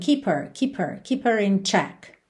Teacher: Lembra que esse H do her, muitas vezes acaba sumindo.